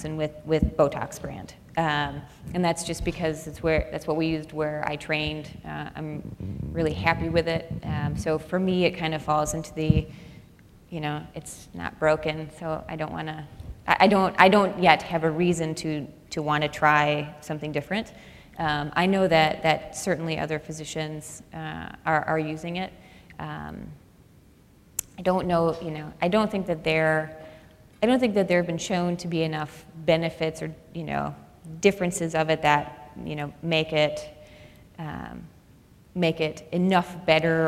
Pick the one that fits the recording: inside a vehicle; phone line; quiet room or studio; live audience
live audience